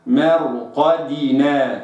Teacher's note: الدال مكسورة كسرة خالصة، كسرة ظاهرة، فأقرأها ميم مرقدنا وليست ميم مرقدنا هكذا كما يقرأ البعض، وإنما مرقدنا هكذا نطقا صحيحا.